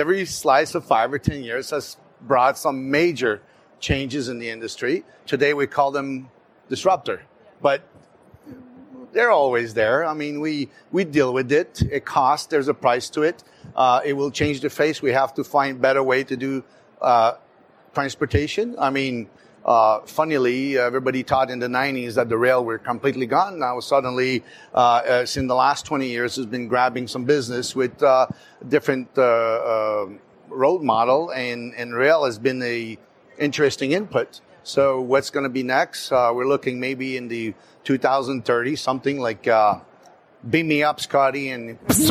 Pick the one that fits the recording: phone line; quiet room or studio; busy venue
busy venue